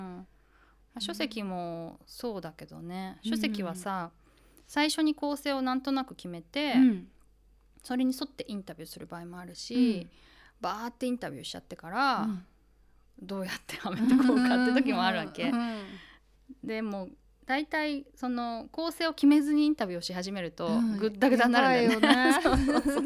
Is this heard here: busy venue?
no